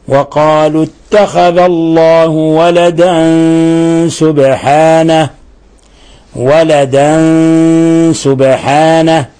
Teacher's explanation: قوله تعالى وقالوا اتخذ الله ولدا سبحانه تنوين فتح جاء بعده السين والسين من حروف الإخفاء الحقيقي فالحكم التجويدي أننا نخفي التنوين اللي هو في الحقيقة نون ساكنة نخفي في السين